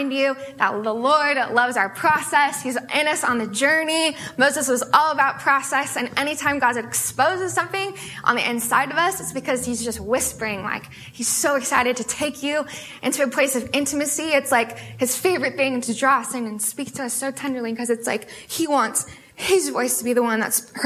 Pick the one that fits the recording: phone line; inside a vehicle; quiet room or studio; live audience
live audience